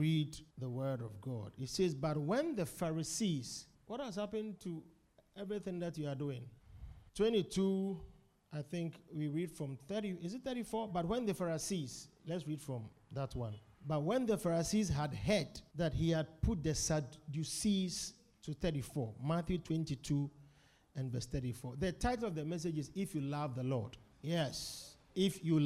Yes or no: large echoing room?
yes